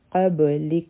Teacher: او دلته چونکه موږ ودریږو نو په کاف باندې به همس کو. قبلک یعنی د کاف مخرج به بنشي لیکن سابه جاری وي